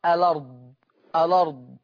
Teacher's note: وقرأ ورش بالنقل في لفظ الأرض، في لفظ الأرض هكذا تقرأ الأرض الأرض.